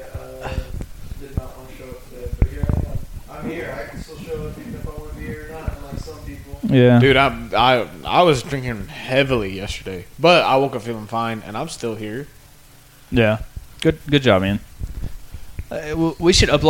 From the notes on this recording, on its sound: Technical Difficulties. Throughout the episode, one of the microphones decided it did not want to function. The audio quality is quite poor.